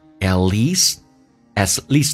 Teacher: E 长元音嘴角留到极限